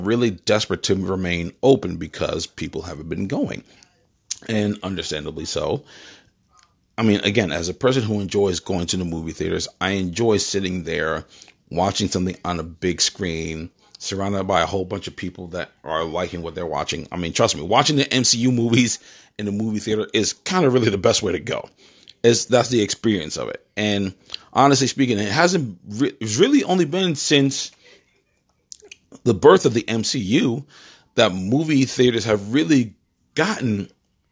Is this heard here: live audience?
no